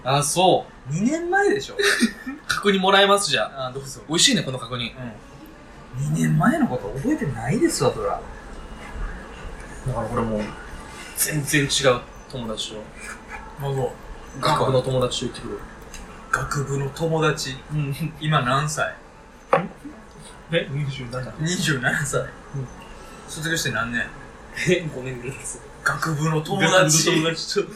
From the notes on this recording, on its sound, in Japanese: 木屋町の居酒屋収録